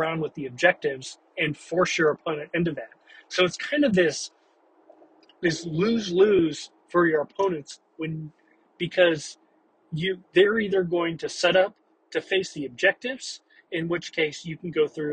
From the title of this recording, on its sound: Thoughts from the car